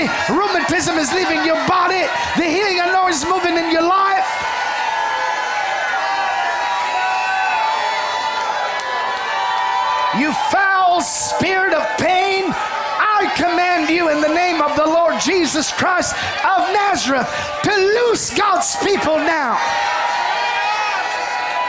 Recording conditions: live audience